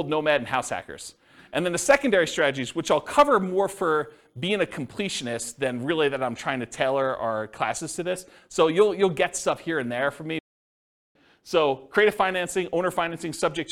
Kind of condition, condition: setting, live audience